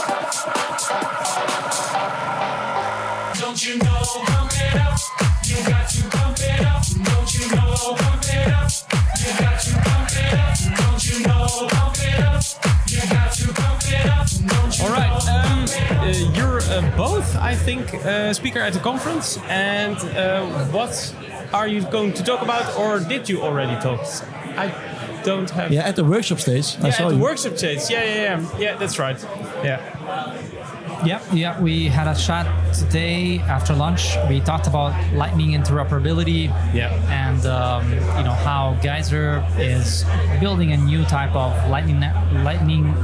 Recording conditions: busy venue